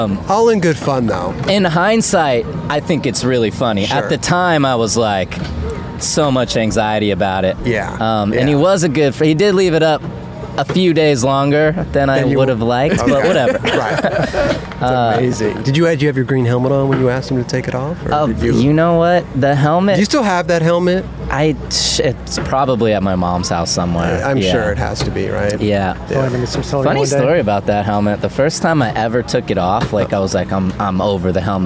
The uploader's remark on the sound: "Dew Tour" Long Beach. Join us as we were live on location at Dew Tour.